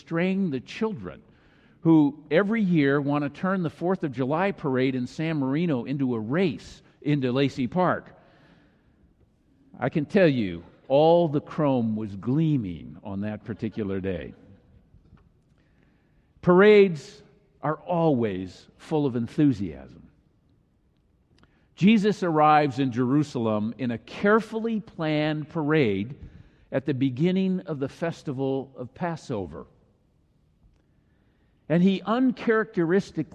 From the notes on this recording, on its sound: Palm Sunday message delivered during the Traditional Worship service.